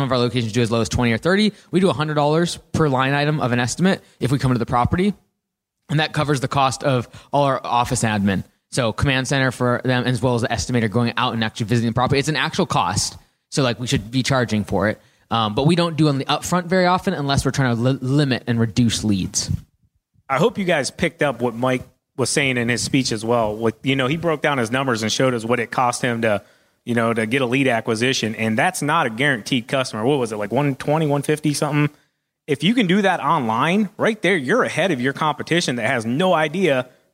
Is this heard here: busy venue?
yes